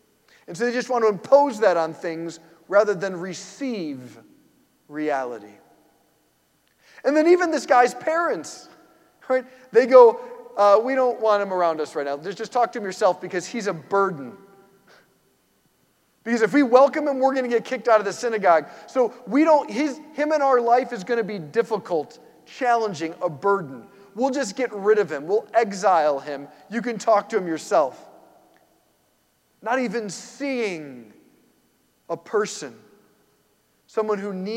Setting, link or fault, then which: setting, large echoing room